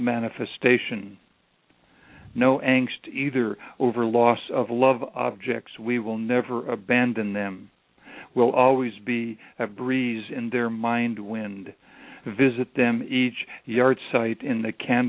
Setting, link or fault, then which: link, phone line